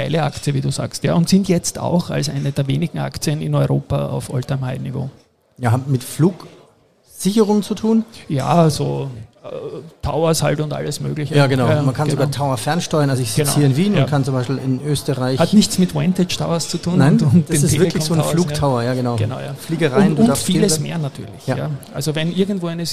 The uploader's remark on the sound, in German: Die Sonderfolge S4/42 wurde auf dem super besuchten Börsentag Wien aufgenommen. Das war stegreif , wie immer bei mir (bei ihm nicht) one take und nullkommanull vorbesprochen.